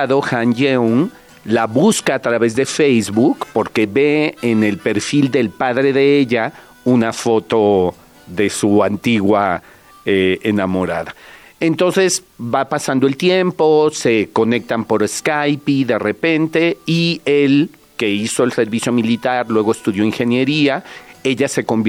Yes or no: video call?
no